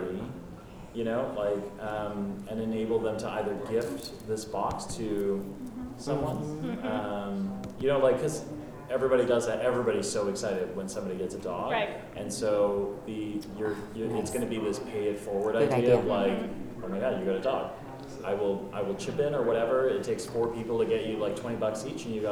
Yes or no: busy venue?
yes